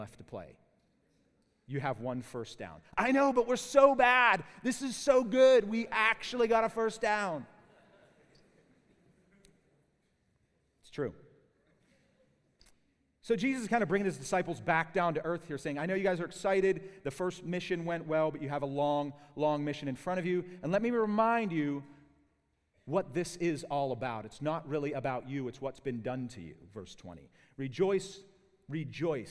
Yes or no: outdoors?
no